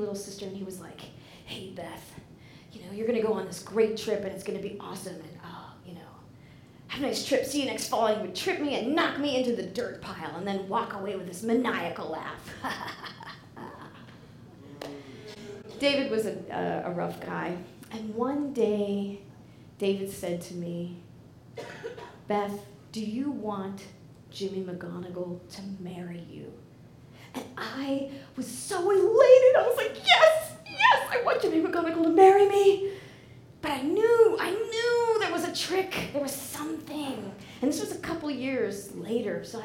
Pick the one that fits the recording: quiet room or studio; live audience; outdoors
live audience